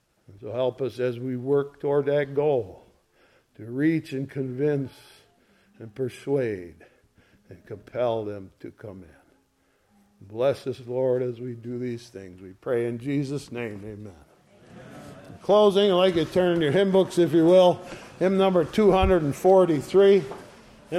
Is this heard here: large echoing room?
yes